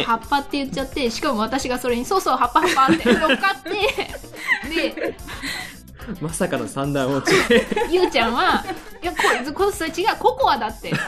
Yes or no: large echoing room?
no